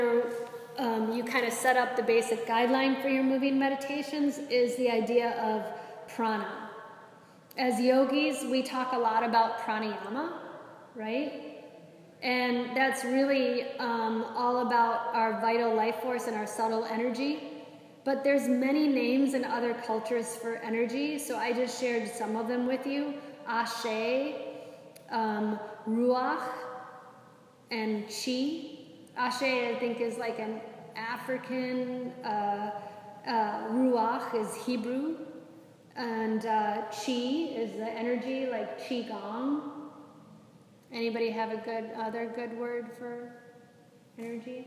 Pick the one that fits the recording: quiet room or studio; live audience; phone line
live audience